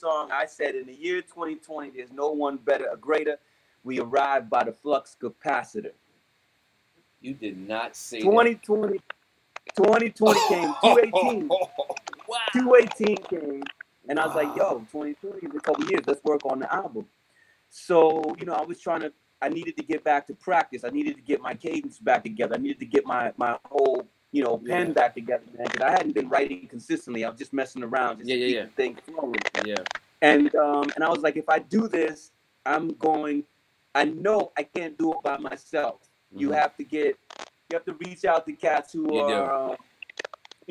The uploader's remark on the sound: Audio not 100% Clean Due to WIFI issues